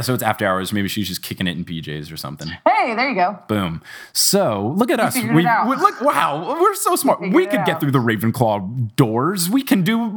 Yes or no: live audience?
no